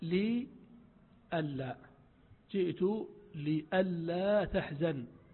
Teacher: الذي حدث أن النون أدغمت في اللام بعدها، أن لا صارت ألا، وقبلها لام مكسورة لي ألا، جئت لئلا تحزن.